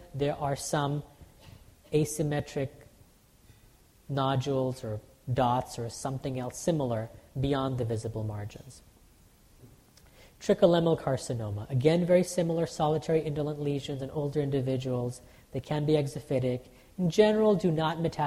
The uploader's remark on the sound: Audio podcast from the 1st Annual SDPA Summer Dermatology Conference in Chicago, IL.